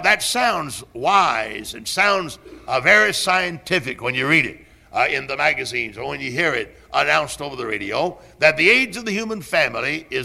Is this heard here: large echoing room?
yes